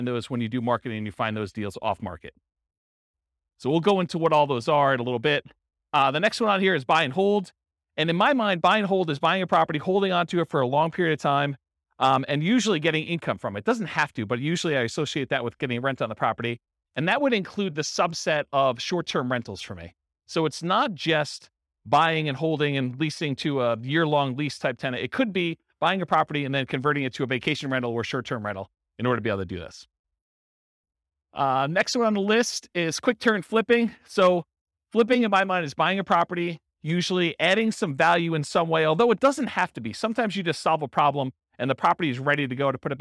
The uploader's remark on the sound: This was a live class recorded